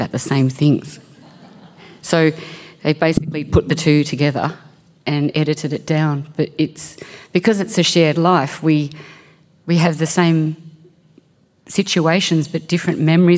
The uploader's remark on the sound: This event was recorded at The Capitol as part of the Wheeler Centre’s Spring Fling in September 2022.